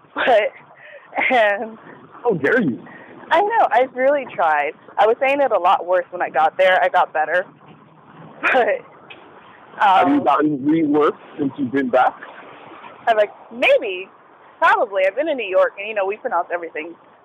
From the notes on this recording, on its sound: This chat occurs while she and I walk to Starbucks in different cities to get work done. Forgive the audio quality.